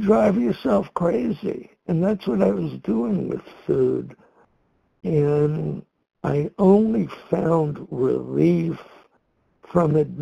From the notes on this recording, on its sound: from the 100 Pounders Phone Meeting